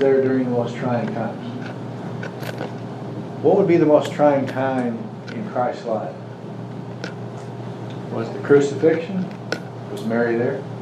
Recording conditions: large echoing room